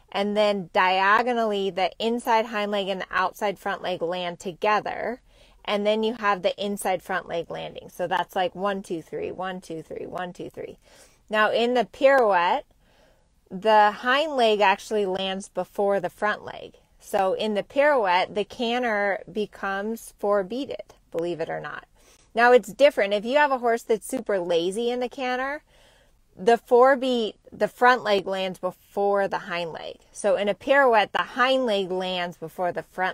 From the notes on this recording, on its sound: Temecula Truckcast! This week went live from my truck in Temecula.